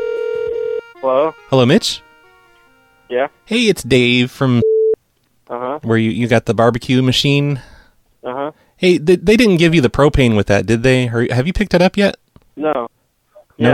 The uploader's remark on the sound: …'s Personal Prank Phone Calls Collection.